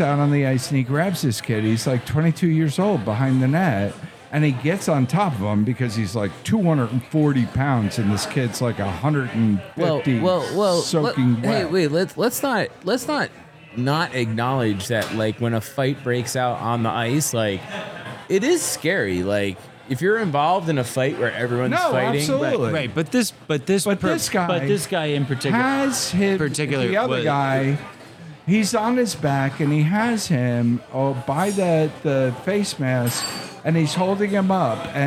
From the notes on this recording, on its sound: This episode was recorded live in the lobby of the Arrras Hotel in Asheville, NC.